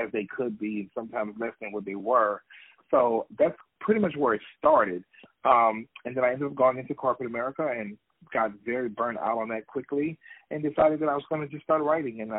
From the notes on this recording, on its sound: On the phone